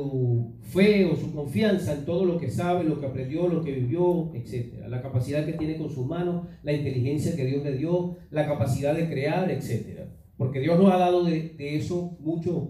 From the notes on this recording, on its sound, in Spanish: fue grabada el 7 de abril del 2019 en vivo en nuestra iglesia, Church of God Centro Cristiano Renacer